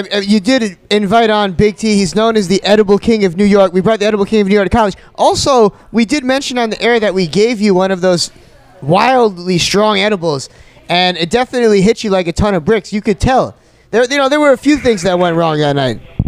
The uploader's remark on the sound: In honor of the newly created soul food restaurant Soul Exchange Bistro 2 we decided to set up shop for a live broadcast.